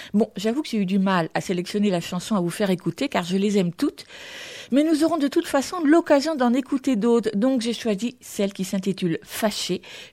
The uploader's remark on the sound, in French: Une exposition à la BnF. Visite commentée (partie 1).